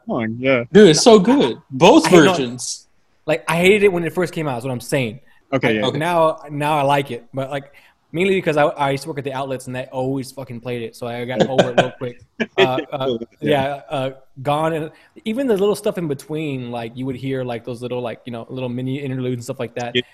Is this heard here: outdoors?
no